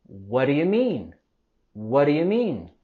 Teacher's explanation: Las palabras what y do podemos unir los sonidos de final de what y inicio de do para hacer un solo sonido de d